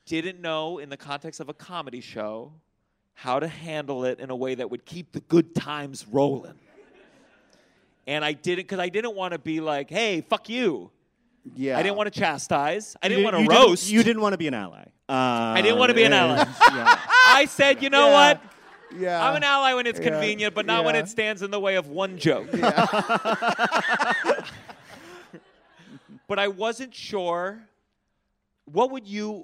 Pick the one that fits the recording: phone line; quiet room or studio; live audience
live audience